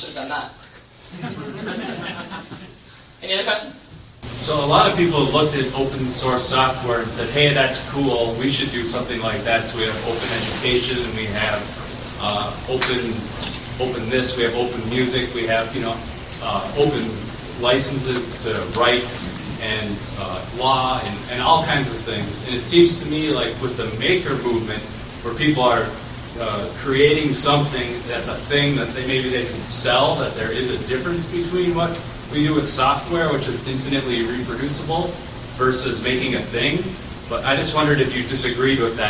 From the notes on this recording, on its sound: gave the next-to-last keynote at Ohio LinuxFest 2014 on 2014-10-25.